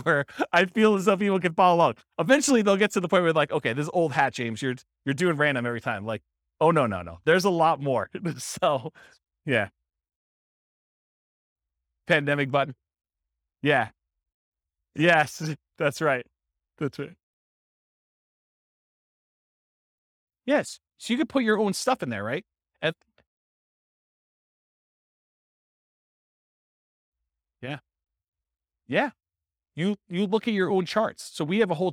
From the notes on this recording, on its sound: This was a live class recorded